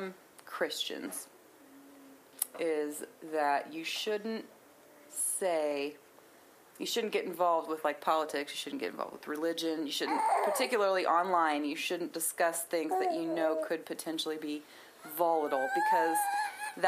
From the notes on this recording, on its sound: There are some clicks, pops, and other technical issues with the recording because the producer is an amateurish hack who lacks even basic recording skills.